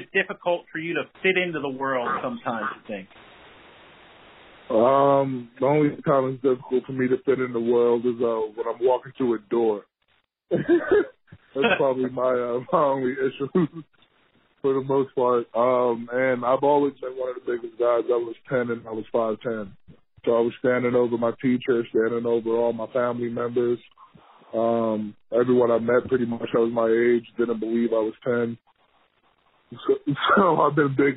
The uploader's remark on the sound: Conference call with the Nashville media. First round recap Zoom call.